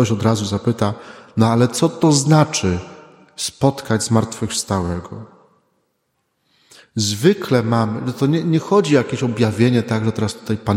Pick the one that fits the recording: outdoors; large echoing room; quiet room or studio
large echoing room